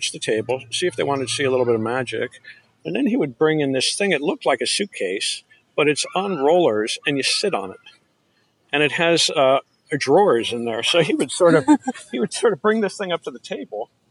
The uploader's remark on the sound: Sit outside at a park in Hollywood hills